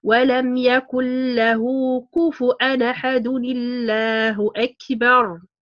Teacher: إذا هنا عند هنا لما التقى ساكنان أحد الله التقى ساكنان. إذا للتخلص من التقاء ساكنين يكون تحريك الساكن الأول هنا بالكسر